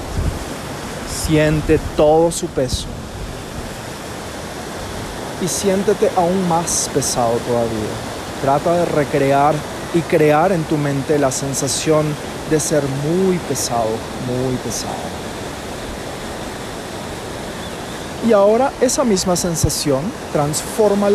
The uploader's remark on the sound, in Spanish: Este episodio grabado en una catarata natural ubicada en el mágico Valle Sagrado.